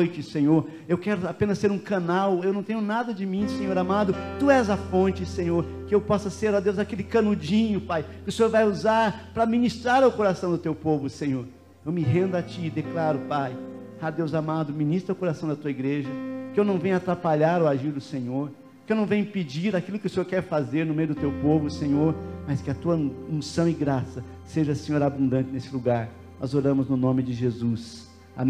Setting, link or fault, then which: setting, large echoing room